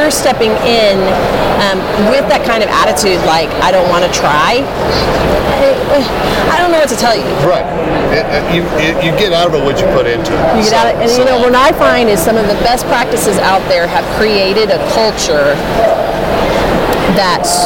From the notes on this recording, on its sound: In this episode recorded live at the Rocky Mountain Dental Convention in Denver.